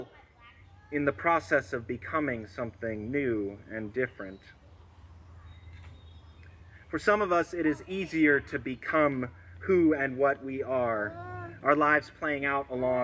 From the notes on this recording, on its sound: This sermon was recorded at an outdoor worship service, and so you will hear background noise to that effect